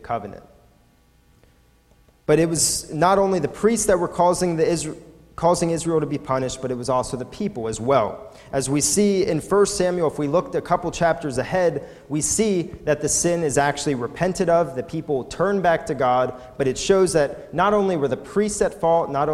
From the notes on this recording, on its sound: Recorded at the Lebanon Bible Fellowship Church in Lebanon, PA on 6/17/2018 during the evening service.